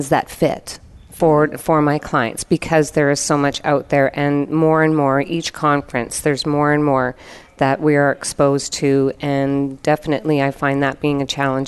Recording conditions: busy venue